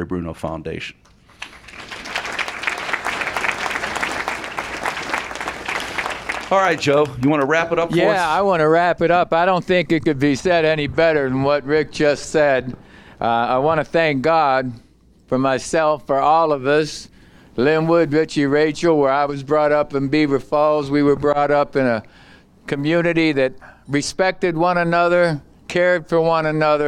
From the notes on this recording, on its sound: Circle of Achievement Celebration. This episode was recorded July 27, 2018 at Shadow Lakes Country Club, Aliquippa, Pennsylvania.